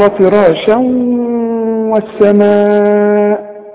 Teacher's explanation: شوف الواو مفتوح لكن عند النطق كانها مشدده · Term: ادغام